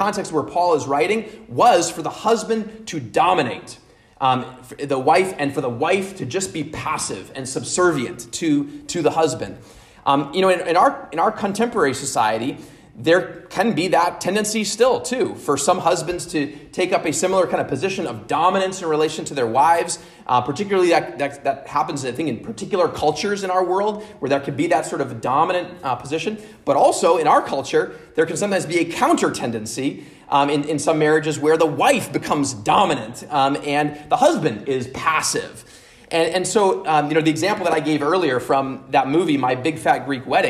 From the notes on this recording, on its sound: at Immanuel Lutheran Church in Pasadena, CA